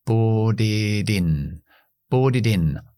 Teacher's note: Entonces yo podría decir bought it, bought it, y también enlazo con in, bought it in, bought it in, pero lo que voy a hacer es dejar esas dos T's en lo que llamamos la flap T. Muy fácil, simplemente la convierto en una D